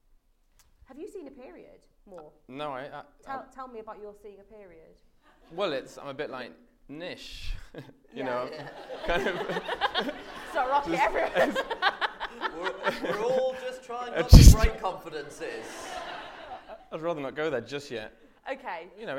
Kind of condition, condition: setting, live audience